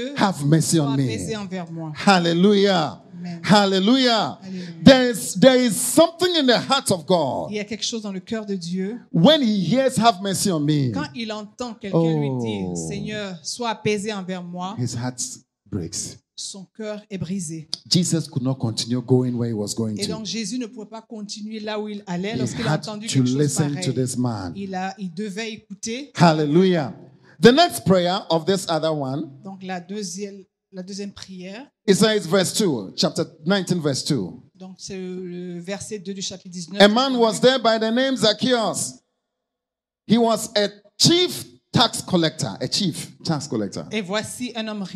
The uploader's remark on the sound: Preached during Joyful Hour at FCI Ministries, Rabat, Morocco.